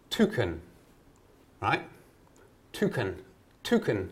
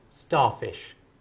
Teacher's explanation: when you say toucan, there's a little puff of air that accompanies the T. · Shown in: first take · And you can actually hear it if you listen for it. · Term: aspirated T